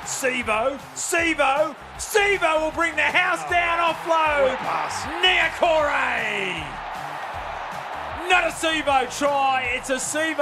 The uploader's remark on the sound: Live from Accor Stadium